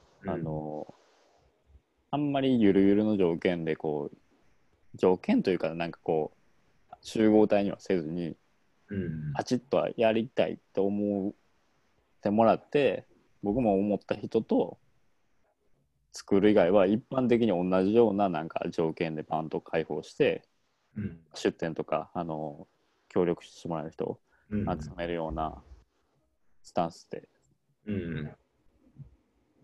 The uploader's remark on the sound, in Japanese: zoom】中川木工芸比良工房 × -CONNECT